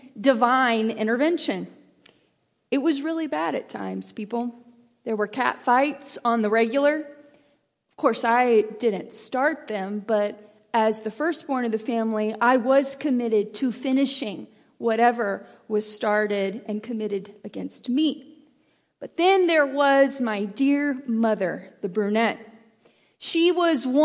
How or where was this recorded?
large echoing room